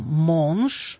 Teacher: «О» – носовое. И вот это «н» четко слышится.